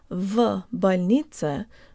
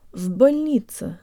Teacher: we tack the preposition в onto the front of the word with no pause or vowel inserted at all · Shown in: second take